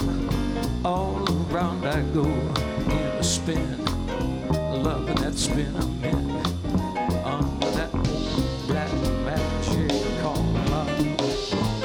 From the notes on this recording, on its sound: Live at the South Point Casino